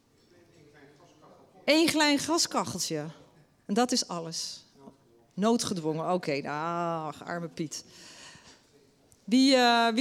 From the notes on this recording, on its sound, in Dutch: In deze aflevering van Haags Verhaal in Beeld en Geluid keken we met het publiek